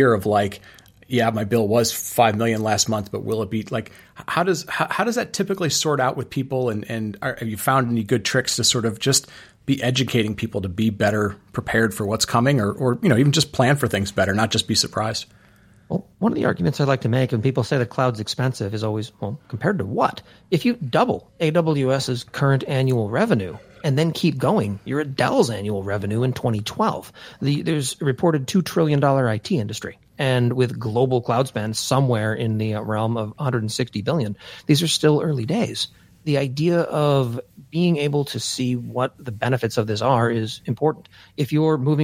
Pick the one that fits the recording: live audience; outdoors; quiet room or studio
quiet room or studio